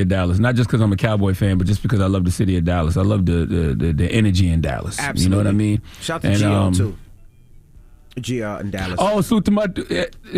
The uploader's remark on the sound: Today on the show we opened the phone lines